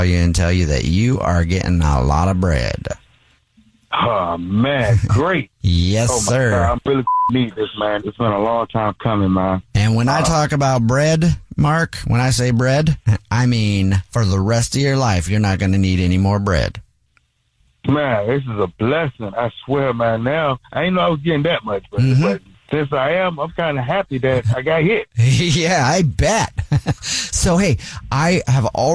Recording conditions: phone line